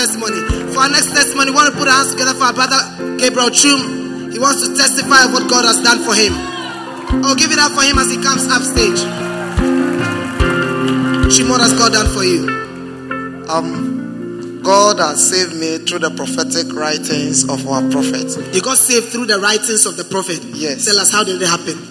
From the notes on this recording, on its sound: Preached at the First Love Center, Accra.